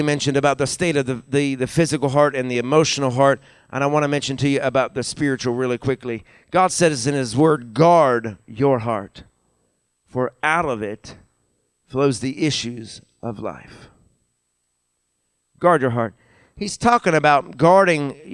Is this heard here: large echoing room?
yes